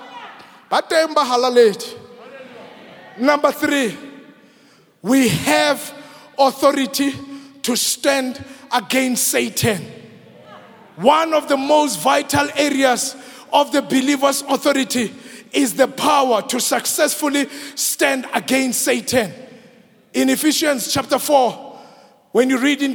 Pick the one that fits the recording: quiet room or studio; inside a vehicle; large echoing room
large echoing room